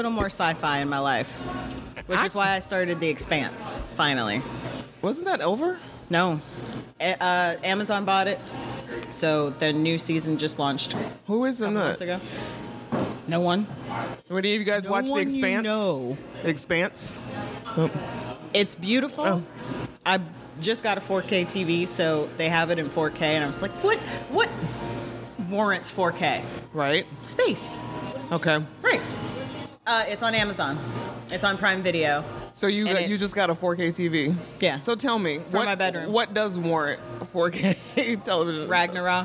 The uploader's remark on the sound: LIVE at Millie's Ice Cream. We got our fellow Pittsburgh Scoobies together to enjoy Buffy shakes, talk all things Buffy, play some games and get some face time with our listeners.